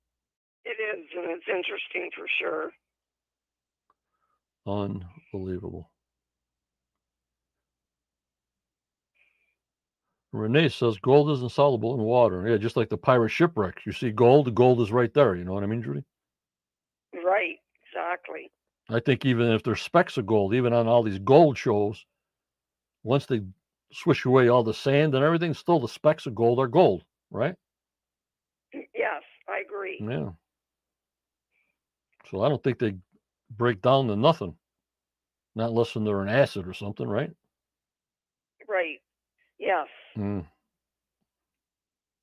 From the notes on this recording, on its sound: on the phone